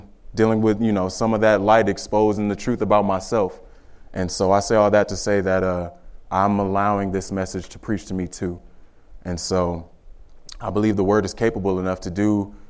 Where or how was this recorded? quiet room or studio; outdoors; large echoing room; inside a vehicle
large echoing room